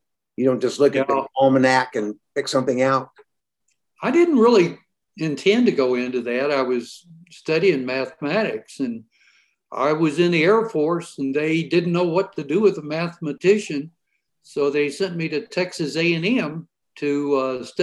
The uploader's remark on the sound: episode recorded via Zoom